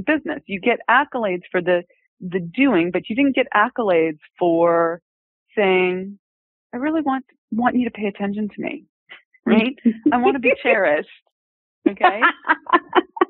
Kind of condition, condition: link, phone line